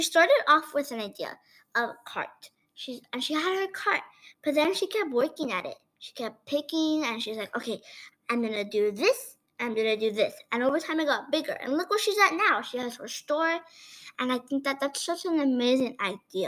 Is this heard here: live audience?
no